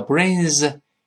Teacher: Bring 啊加个 s，发 z 的音